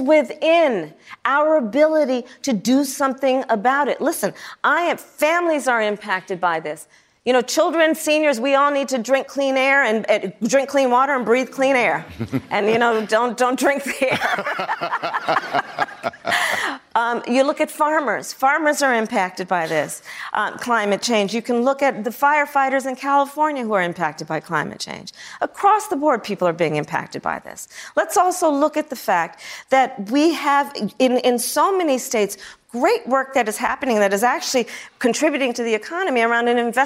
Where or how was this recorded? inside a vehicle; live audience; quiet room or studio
live audience